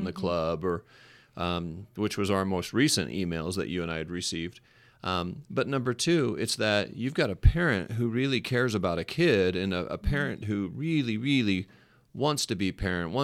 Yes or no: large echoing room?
no